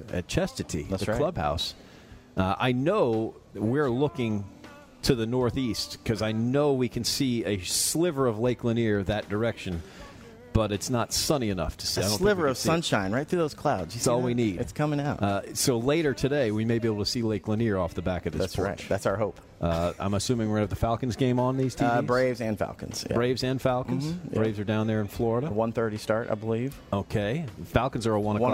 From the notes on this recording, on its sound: live from Chastatee Golf Club